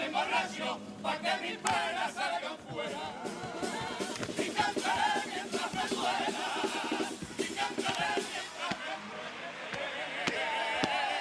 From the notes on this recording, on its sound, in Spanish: En las preliminares del COAC 2024. En directo desde el Gran Teatro Falla de Cádiz, escucha la retransmisión del Concurso Oficial de Agrupaciones Carnavalescas del Carnaval de Cádiz 2024 en Onda Cero Cádiz.